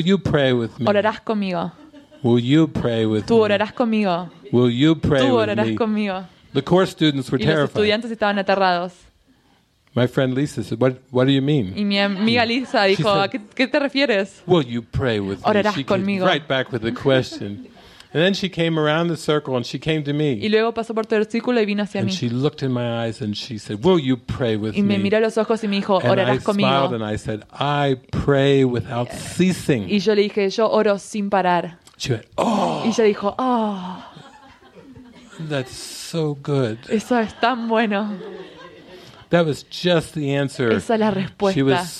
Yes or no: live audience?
yes